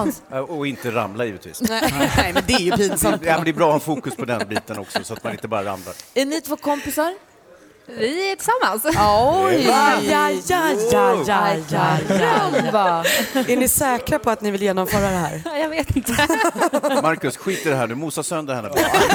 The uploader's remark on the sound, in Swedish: Live från Fjällkalaset!